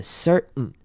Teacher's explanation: 不可以把 sir 跟 n 这两个字连在一起念，而是要稍微中间留一点空格